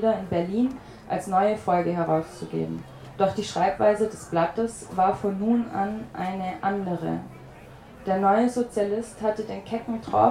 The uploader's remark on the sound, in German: Gelesen auf dem Holzrock Festival in Schopfheim.